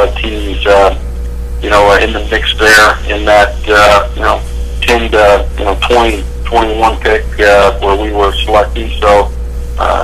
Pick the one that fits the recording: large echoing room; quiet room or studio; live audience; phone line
phone line